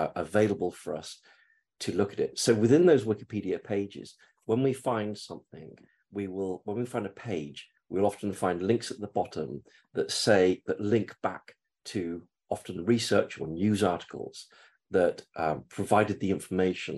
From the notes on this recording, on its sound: This episode features recordings from the webinar themed, 'Using African Policy Data to monitor trends in Public Policy', featuring public policy thinktanks Kenya Institute for Public Policy Research and Analysis (KIPPRA) , African Technology Policy Studies Network (ATPS) , Digital Sciences' Altmetric and Training Centre in Communication (TCC Africa) .